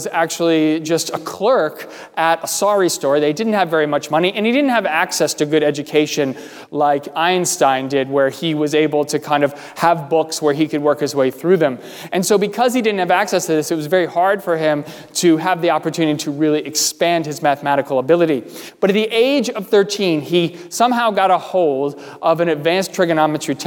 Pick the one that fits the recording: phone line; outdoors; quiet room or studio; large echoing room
large echoing room